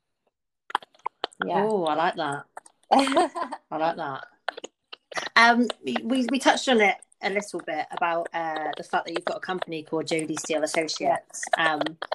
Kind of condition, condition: fault, poor sound quality